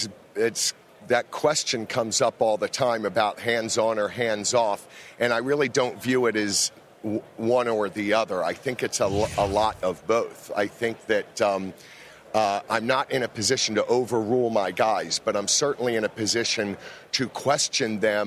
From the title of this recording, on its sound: Best of Radio Row at Super Bowl XLVII